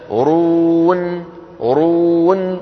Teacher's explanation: النون الأخيرة شو فيها؟ مطة بسيطة، هي أقصر من يس وأطول من تب